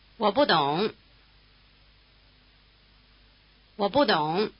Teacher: Notice that the syllable 不 has a falling tone.